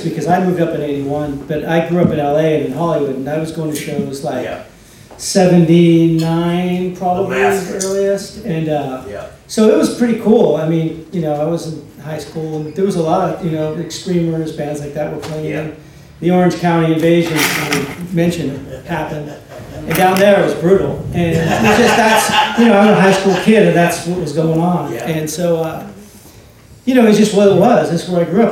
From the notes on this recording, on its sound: Recorded March 25 at Artists' Television Access in San Francisco.